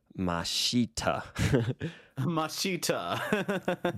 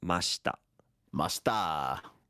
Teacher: they really should reduce the E and just say mashita · Shown in: second take